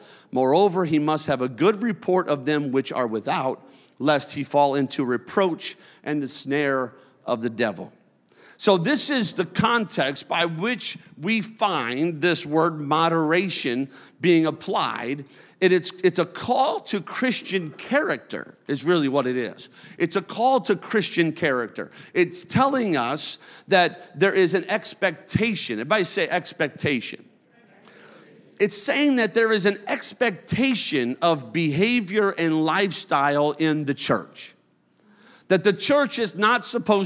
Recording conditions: large echoing room